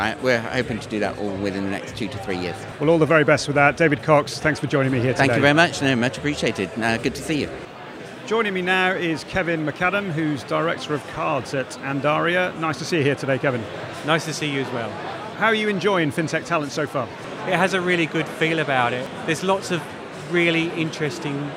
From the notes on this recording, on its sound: The third and final episode recorded at Fintech Talents. The event took place at The Brewery, London in November where we recorded a series of interviews from Andaria's booth with a number of the speakers and attendees.